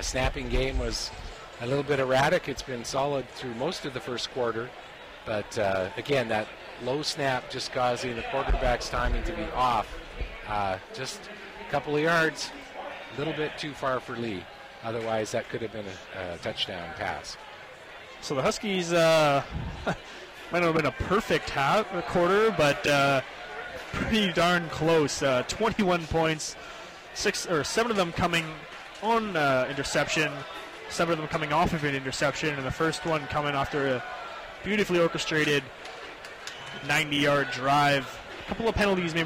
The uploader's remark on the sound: CiTR commentators broadcasting live from the Thunderbird stadium for the 'Bird's second home game of the season.